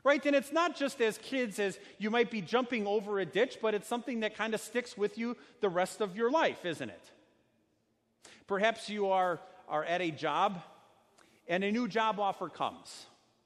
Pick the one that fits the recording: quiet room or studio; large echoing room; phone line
large echoing room